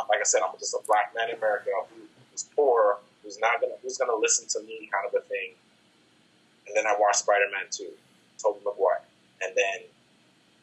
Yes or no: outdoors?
no